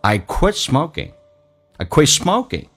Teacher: T 不发音。这叫略音，因为后面是以辅音开头，同时气流要阻塞，因为 T 前面是一个元音，去掉就要阻塞，阻塞的空间就是那个 T,叫做 I quit smoking, I quit smoking, smoking,那个可在快速的时候美式发音可以浊化成葛这个发音，你可以说 smoking,没有问题